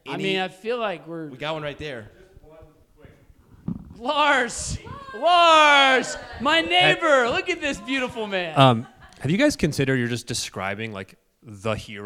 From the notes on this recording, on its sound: Enjoy this dynamic conversation that we had together during our first live show in Atlanta, Georgia. Live audience engagement throughout this episode made it even more interesting and insightful.